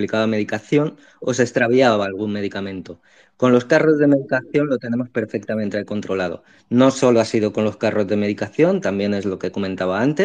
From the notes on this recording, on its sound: Sala de audio de la SEFH en Twitter (Twitter Spaces)